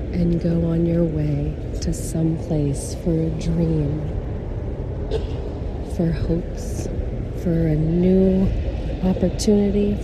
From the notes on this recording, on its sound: LIVE from 30th Street Station Philadelphia. At the Train Station in Philadelphia, Pennsylvania, USA. This is a special on location Walk and Talk of our Mindfulness Summer Tour 2022.